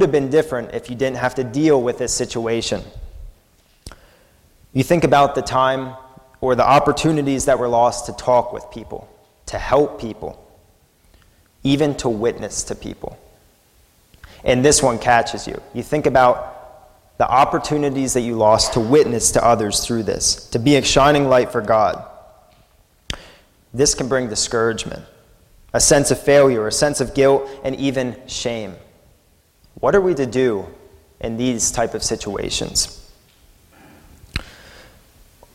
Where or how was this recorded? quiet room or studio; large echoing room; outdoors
large echoing room